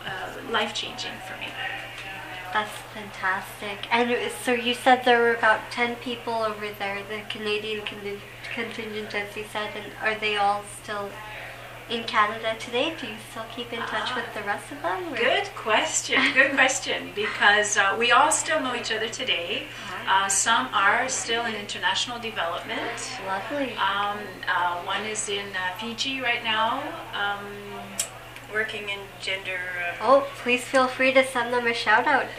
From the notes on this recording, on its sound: At the 50th anniversary event at UBC on December 4th, 2010. This podcast was recorded during CUSO-VSO's 50th Anniversary Kick-off celebrations in Vancouver, BC.